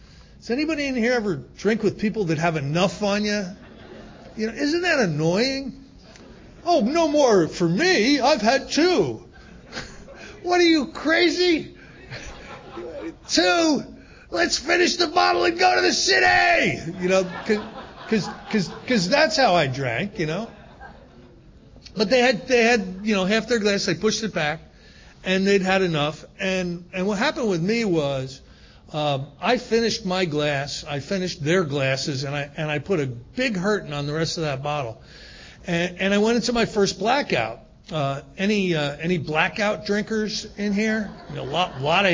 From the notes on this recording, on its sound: gives a Step 1 talk at the 2023 Fellowship of the Spirit Conference